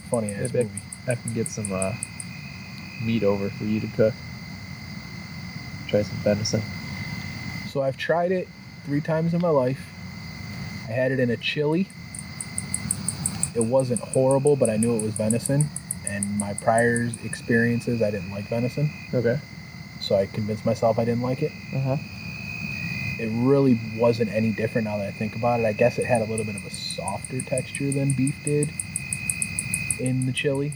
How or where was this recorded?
outdoors